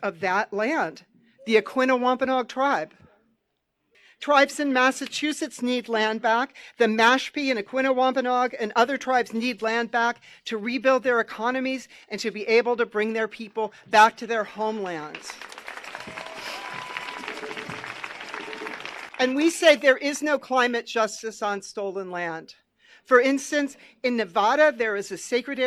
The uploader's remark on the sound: I recorded several speakers from the 54th National Day of Mourning at Plymouth, MA on Thanksgiving Day, 2023